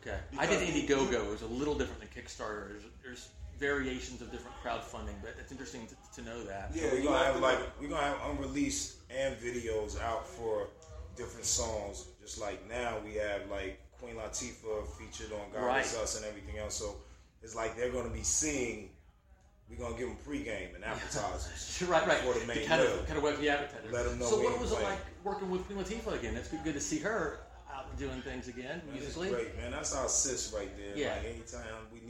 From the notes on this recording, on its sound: Recorded in Dallas, TX backstage at the South Side Music Hall